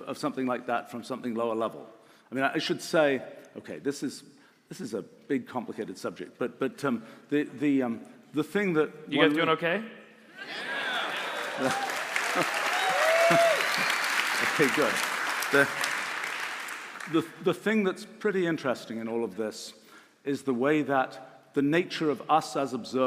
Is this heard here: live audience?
yes